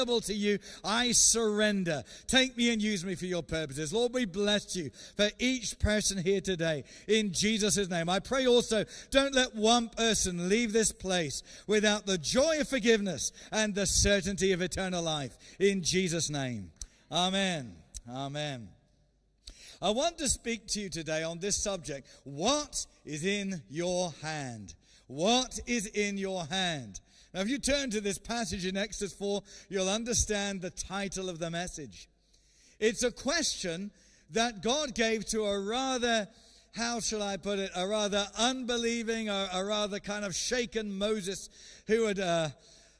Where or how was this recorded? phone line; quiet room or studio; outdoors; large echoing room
large echoing room